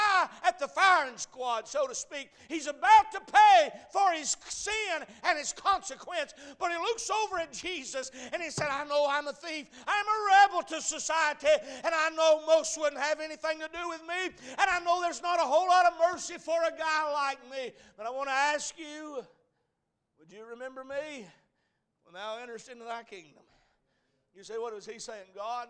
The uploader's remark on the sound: A message preached at Crossroads Baptist Church.